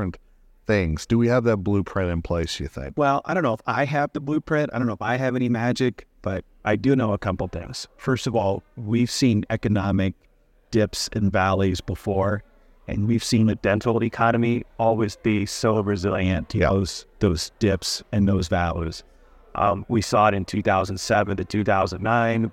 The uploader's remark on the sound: recorded at the Dental Trade Alliance meeting